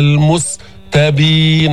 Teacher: السين فيها همس، السين ما فيها استعلاء، ما تعملها مقطوشة، المستبين، ما تقول نس تعين أو ناس تعين، تعمل مثل قلقلة أو لقلقة، السين ساكنة.